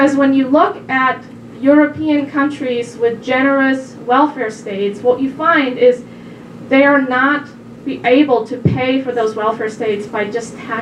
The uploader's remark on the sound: Her remarks were recorded at the DC Women's Summit in Washington on June 28, 2019.